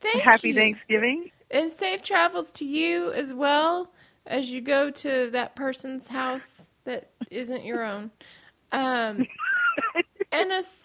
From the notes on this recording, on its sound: Catch up by phone because they can't clone themselves and be five places at once.